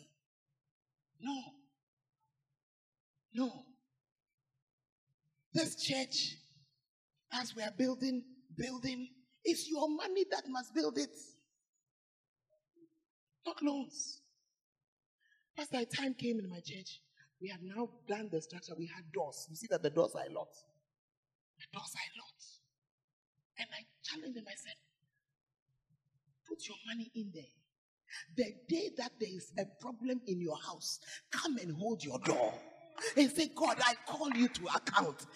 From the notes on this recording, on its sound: Preached At Berekum on 2nd December, 2020